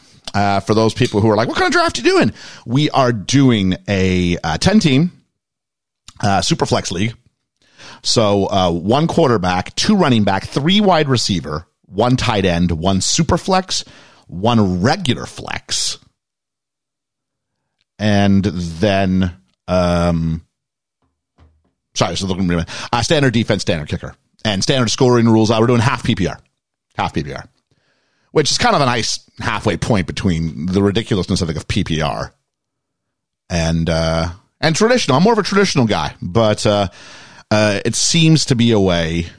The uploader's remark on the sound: joined on the live call